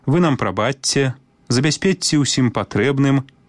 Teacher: Калі ў спалучэнні «ч-ц» літара «ц» перадае мяккі гук «ц», закон прыпадабнення таксама мае сілу. Вымаўляем падоўжаны «ц».